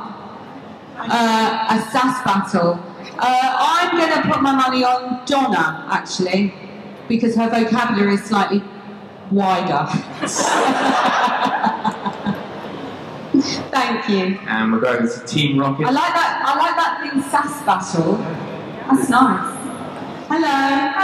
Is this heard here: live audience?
yes